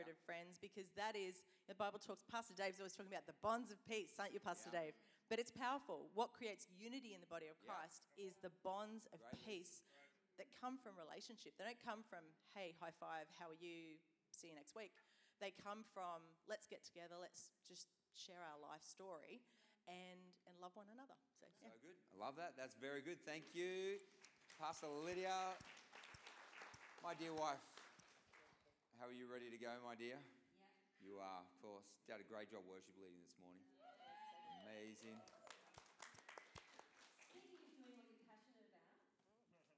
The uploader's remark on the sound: Recording of this took place on Sunday 18th February 2024 during the 10am service. This is a different kind of message as it is a panel.